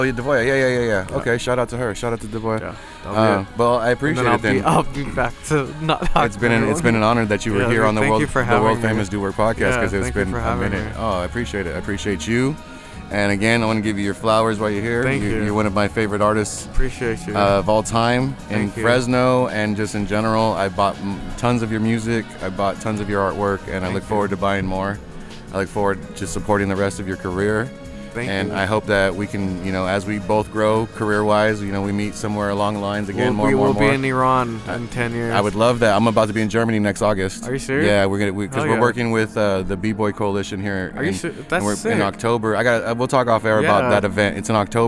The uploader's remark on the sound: live from Spokeasy